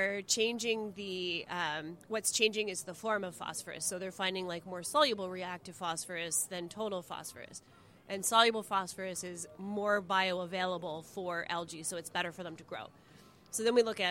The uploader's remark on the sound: This week's episode is LIVE from the amazing Amsterdam Brewhouse on the Lake in Toronto, Ontario! This show was recorded as part of the International Association for Great Lakes Research 2023 annual conference.